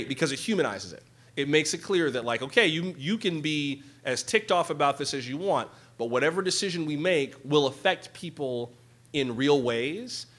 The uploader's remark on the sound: FULL TALK at Wing Luke Museum 2018. Spoke to a Seattle audience at Wing Luke Museum on September 28th.